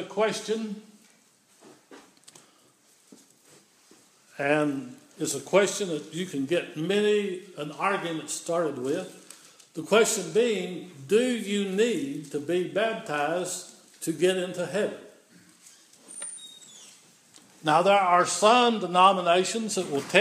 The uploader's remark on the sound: This is an audio recording of the Sunday morning worship service at Persia United Methodist Church in Rogersville, TN on Sunday, January 10, 2016.